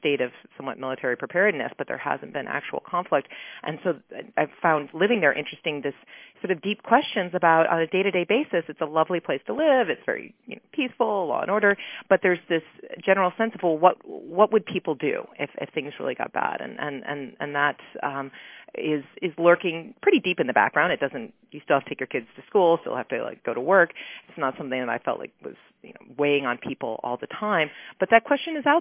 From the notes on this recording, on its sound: The National Committee convened a teleconference call on November 30. Called in from Taipei.